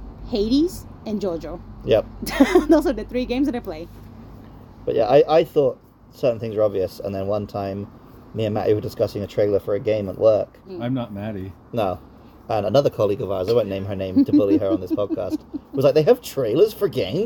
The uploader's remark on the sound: This episode was recorded in-person on the side of a temple